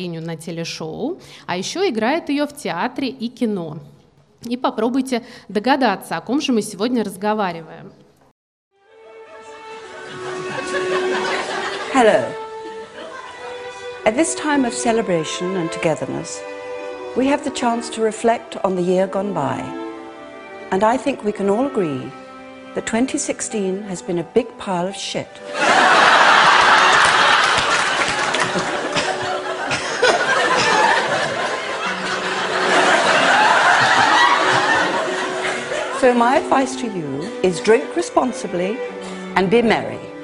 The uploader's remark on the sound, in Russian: Открытая запись подкаста. Открытая запись нового выпуска подкаста в пространстве «Пушкинский.Youth»!